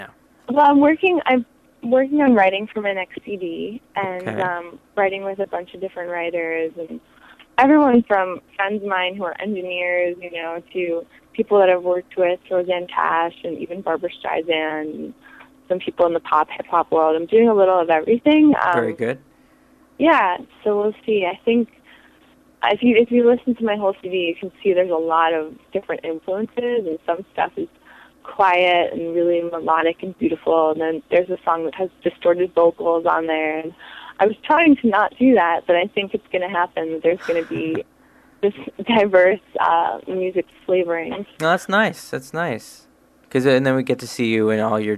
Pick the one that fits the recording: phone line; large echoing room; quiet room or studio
phone line